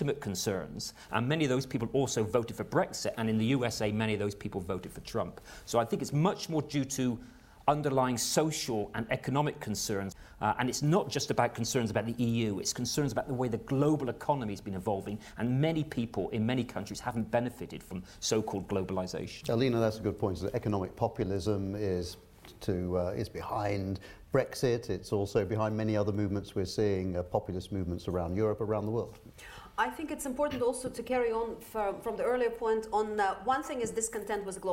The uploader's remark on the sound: Was recorded in front of a live audience at our headquarters at the heart of the City of London.